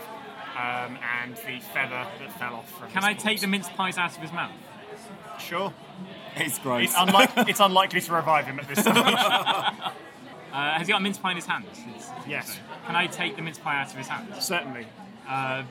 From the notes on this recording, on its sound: For some reason they recorded this one in a noisy Wetherspoons at St Pancras after doing a real escape room and having lots of beers.